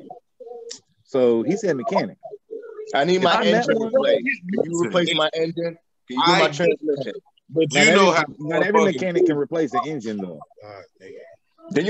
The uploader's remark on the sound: We were bored and decided to do a zoom meeting together.